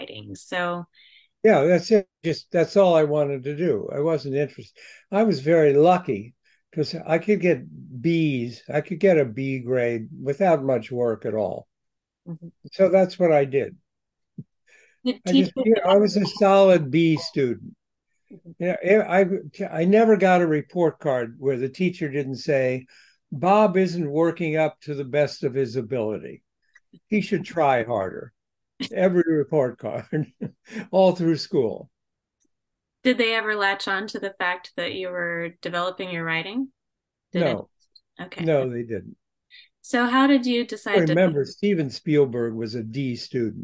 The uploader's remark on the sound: spoke with the award winning author by Zoom